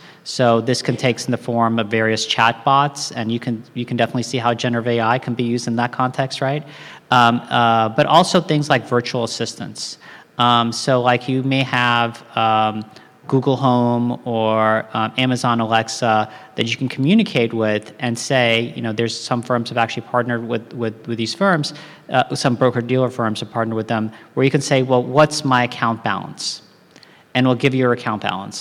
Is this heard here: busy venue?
yes